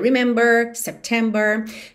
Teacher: o inglês americano tende a fazer esse R mais enrolado